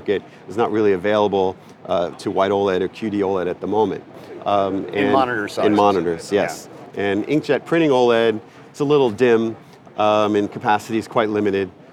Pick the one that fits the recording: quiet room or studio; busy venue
busy venue